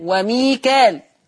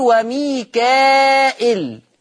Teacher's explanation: وميكال حفص يقرأ بالألف بين الكاف واللام وميكال، خلاص. ورش بقى يقرأ بالهمز بهمزة مكسورة بعد الألف · Shown in: second take · Term: مد متصل